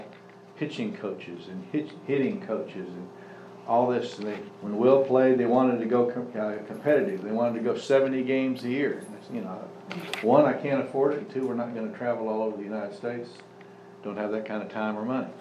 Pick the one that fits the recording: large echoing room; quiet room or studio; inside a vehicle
large echoing room